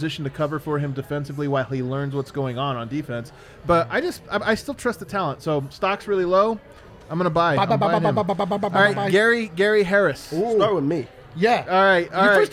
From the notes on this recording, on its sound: Live from the Winner's Lounge.